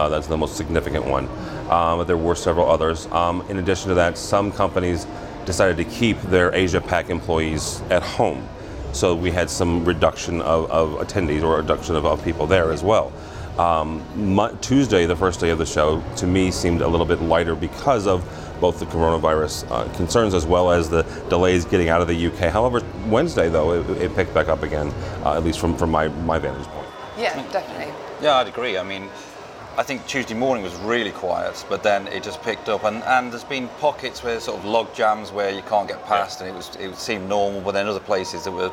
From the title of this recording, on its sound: Live From ISE 2020